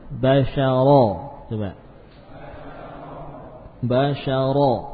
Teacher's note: ro yang fathah dibaca tebal